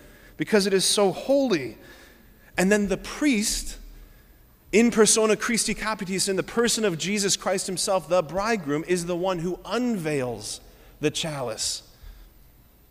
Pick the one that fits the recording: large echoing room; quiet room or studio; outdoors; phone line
large echoing room